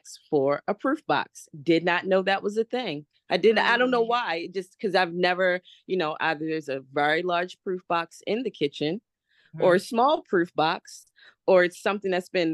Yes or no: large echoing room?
no